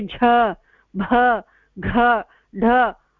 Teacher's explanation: महाप्राण इत्युक्ते अधिकवायु बहिः आगच्छति, एतेषाम् उच्चारणे अधिकवायुः बहिः आगच्छति · Term: महाप्राणव्यञ्जनः